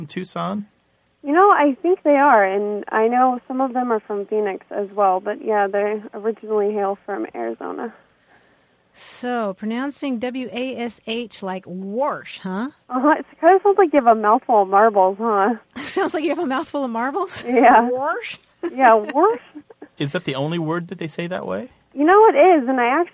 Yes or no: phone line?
yes